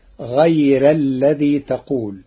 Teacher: قرأ ورش كلمة غير بترقيق الراء فتصير غير الذي تقول لوجود الياء الساكنة قبلها.